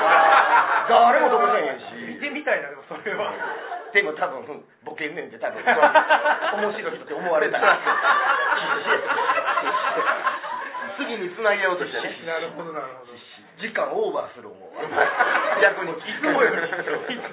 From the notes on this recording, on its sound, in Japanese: 公開収録2の前編。